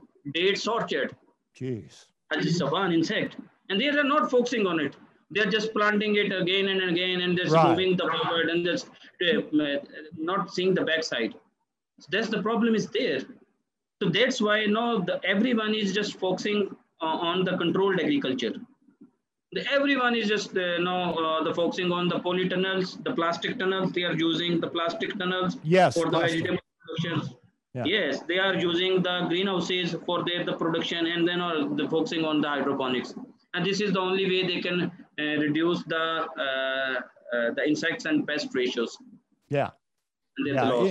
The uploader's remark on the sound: Joined us via Zoom from his current location in Dubai.